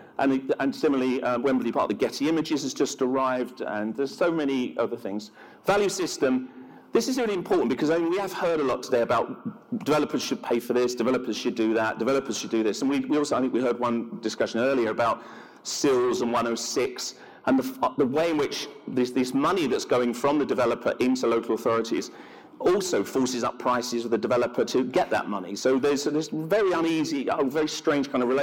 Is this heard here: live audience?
yes